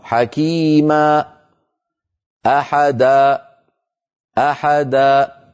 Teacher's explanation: سمعتم همزة، هذه الهمزة سببها قفل الوترين الصوتيين، فعلينا أن لا نقفلهما ونترك بينهما مجالا لمرور الصوت والهواء.